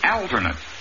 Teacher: The first A is short, and the accent is on the first syllable